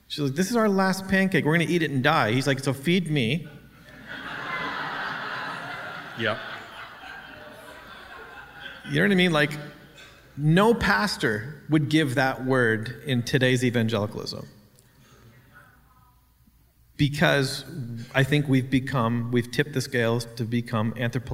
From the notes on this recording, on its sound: We recorded a live podcast at our Conference